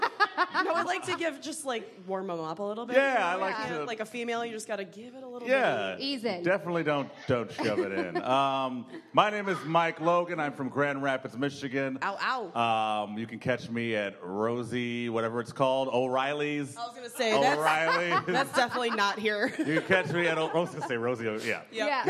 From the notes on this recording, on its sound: Live at the Maumee, Mary & Joseph Comedy Festival. The Homance goes on the road to Fort Wayne, Indiana. This is the live show recording from 816 Pint & Slice.